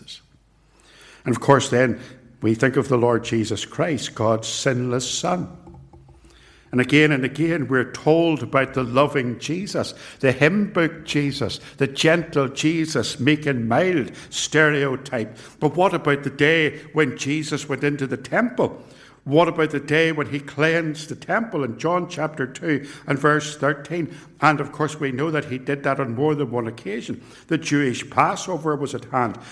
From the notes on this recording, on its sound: This sermon was preached at both Ballymacashon and Templepatrick Reformed Church. It was recorded at TRC.